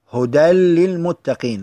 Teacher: فلا وجود للنون أو التنوين في اللفظ